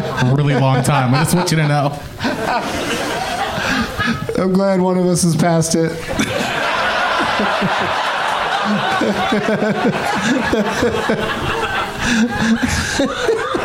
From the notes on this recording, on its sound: Live from the Cap City Comedy Club in Austin